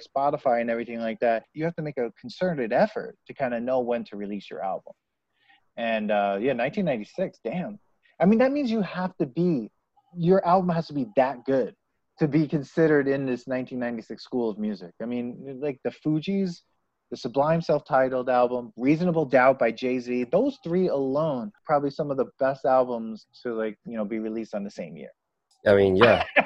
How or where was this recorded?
video call